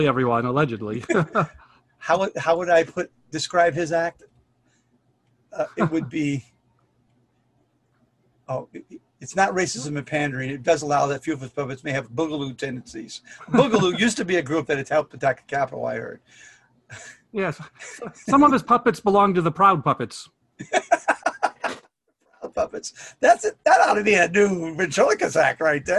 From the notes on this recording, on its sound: I got on a Zoom call the way from Aruba Ray's Comedy Club in Aruba.